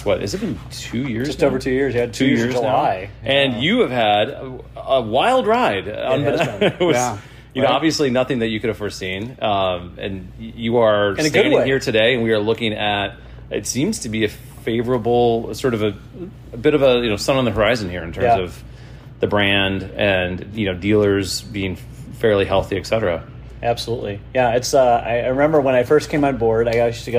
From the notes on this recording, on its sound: Live from BMW MINI Test Fest. We recorded some time in some very cool cars.